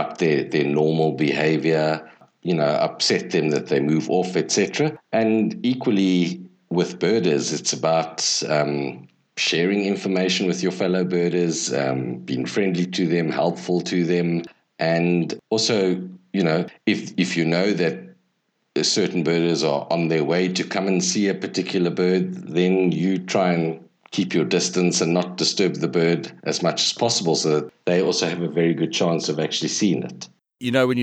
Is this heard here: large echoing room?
no